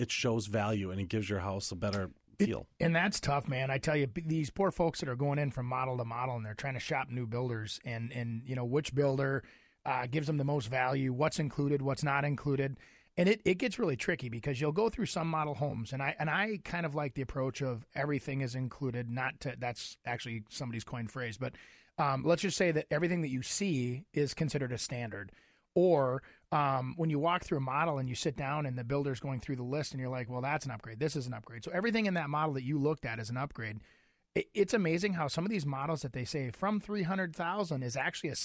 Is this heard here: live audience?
no